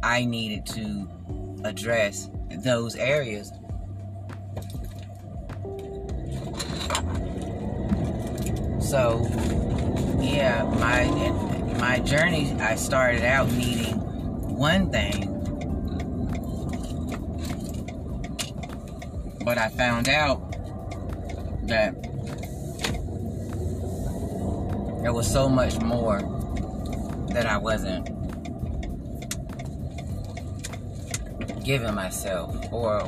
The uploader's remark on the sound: Excuse the background noise and chopped up videos. I am still learning how Anchor works.